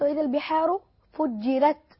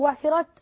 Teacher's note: الإمام ورش يرقق الراء · Term: الترقيق